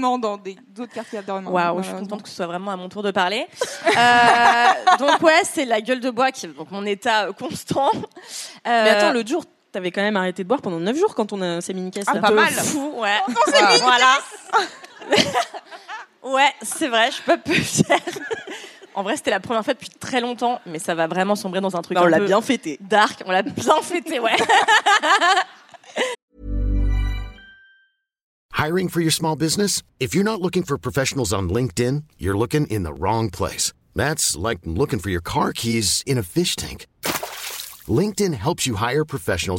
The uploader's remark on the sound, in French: LIVE au Paris Podcast Festival. Merci au Paris Podcast Festival pour cet accueil, et à vous, public, d'avoir ri à nos blagues en direct.